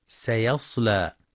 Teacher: يخطئ بعضهم في كلمة سيصلى فيقرأ سيصلى بتفخيم السين، والصواب ترقيقها سيصلى. وفي قوله جل في علاه وامرأته حمالة